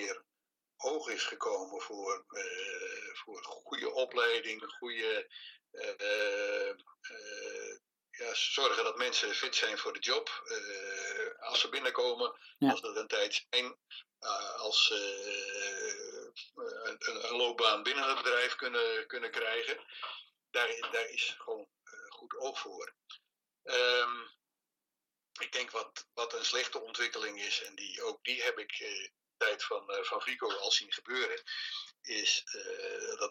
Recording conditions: poor sound quality